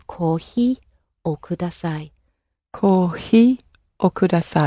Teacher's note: With coffee, it's somewhere between an F and an H, so it's probably better to err on the H side of it.